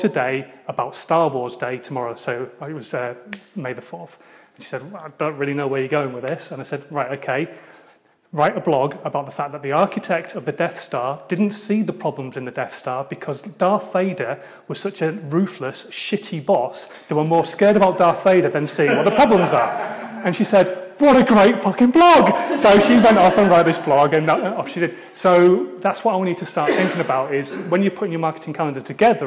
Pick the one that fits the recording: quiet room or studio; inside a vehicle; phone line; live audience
live audience